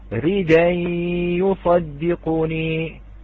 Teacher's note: الانفصال، نعم، لأن الساكن والهمزة وقع في كلمة واحدة وهو الانفصال، لم ينفصلا، ونحن قلنا لابد من الانفصال، إذن كان على ورش أنه لا ينقل في هذه الكلمة، ولكنه نقل استثناء، لذلك قلنا أن هذه الكلمة مستثناء، ينقل حركة الهمزة إلى الدال فيقول ريدي يصدقني · Term: النقل